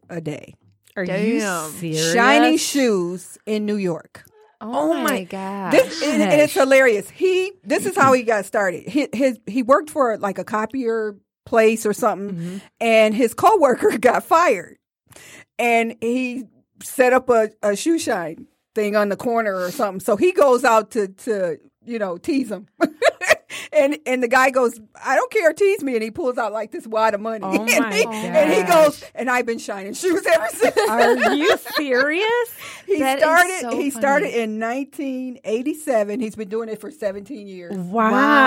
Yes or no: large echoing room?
no